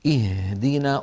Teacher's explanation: أن الهاء حرف مفتوح مهموس، فلما ننطقه يستهلك كمية كبيرة من الهواء